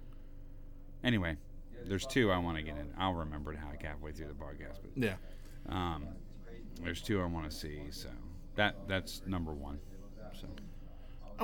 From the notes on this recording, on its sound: This week we we are recording at The Nerd Korner.